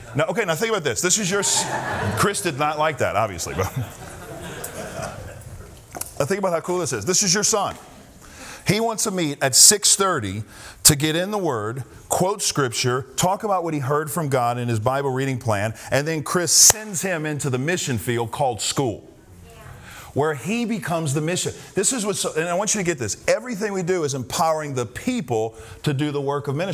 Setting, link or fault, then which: setting, live audience